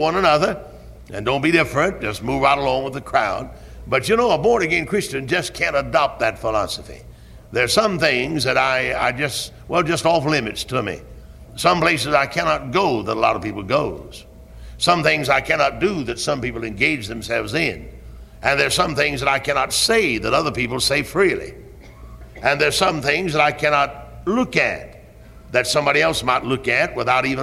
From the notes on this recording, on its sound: Originally preached at Tabernacle Baptist Church in Greenville, SC on July 8, 1973.